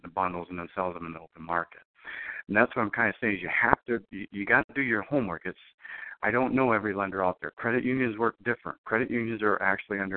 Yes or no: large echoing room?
no